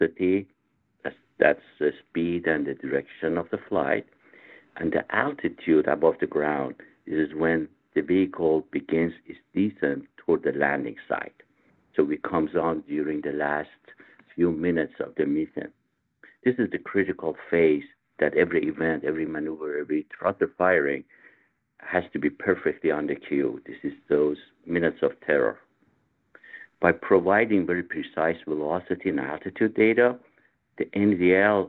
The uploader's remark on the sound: NASA NOVA-C Moon Lander Update - Teleconference. NASA held a virtual, audio-only media teleconference.